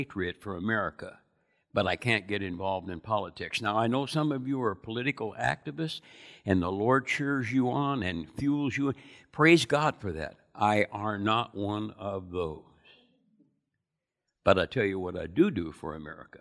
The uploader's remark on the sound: Recorded from South Gate Fellowship in Duncanville, TX on Sunday, April 25 2021.